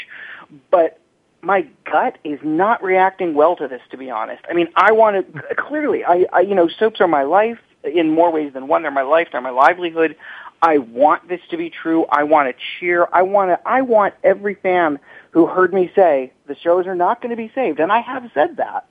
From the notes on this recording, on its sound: This week, the topic is up for grabs as the phone lines are opened up to fans.